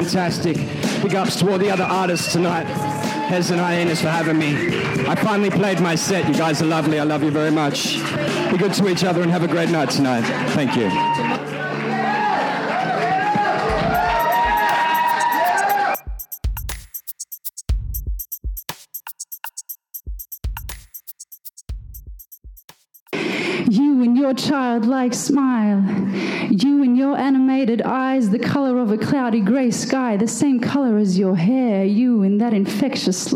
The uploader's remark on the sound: Hares and Hyenas Bookstore in Fitzroy Melbourne. A selection of rap, hip hop and spoken word poetry recorded live at the Hare Hole.